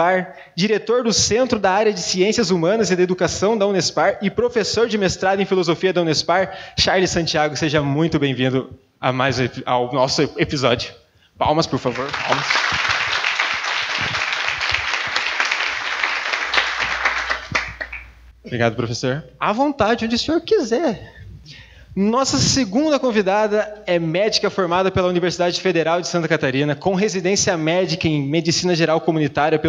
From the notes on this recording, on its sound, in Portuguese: Gravado no evento "Semana de Psicologia Ugv - Por uma psicologia para além da caixinha".